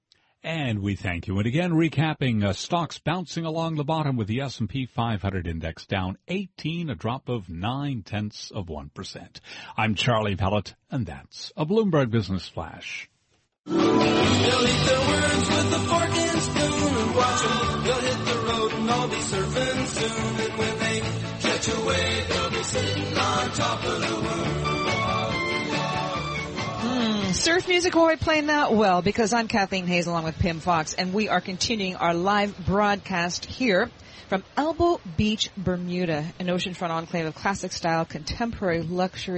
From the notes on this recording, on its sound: Broadcasting live from Elbow Beach Bermuda.